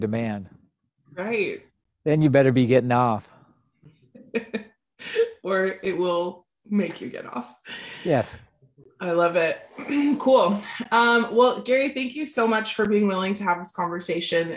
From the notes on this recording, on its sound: The recordings of a recent zoom. As part of the Divorceless Relationships book club.